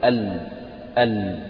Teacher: يخلي حافة اللسان وتلامس فويقة الضواحك والأنياب يعني مش فوق جامد يطلع فوق في أقصى سقف الحنك، لا يعني فوق الثنايا وفوق الأنياب وفوق الضواحك فيطلع هكذا ال واضح؟ · Term: اللام العربية